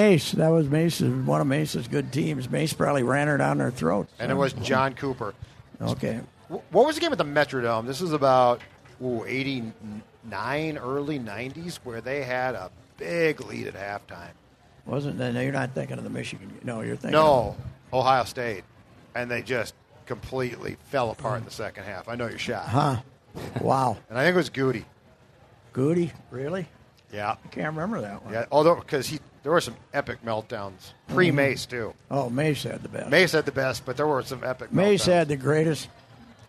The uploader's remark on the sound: LIVE from the Minnesota State Fair. Is back at the Great Minnesota Get Together.